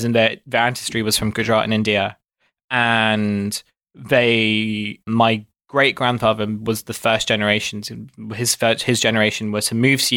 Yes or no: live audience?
no